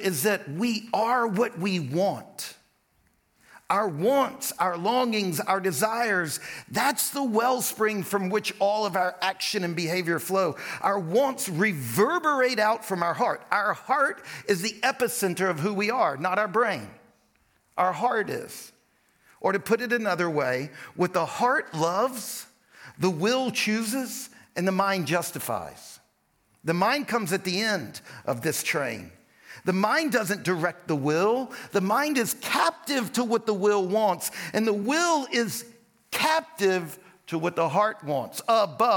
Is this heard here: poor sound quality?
no